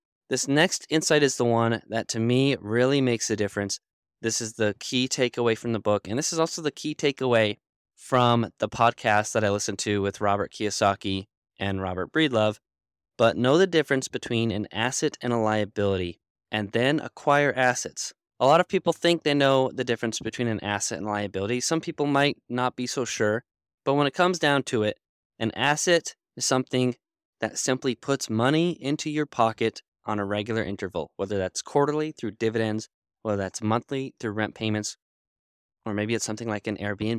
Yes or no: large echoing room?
no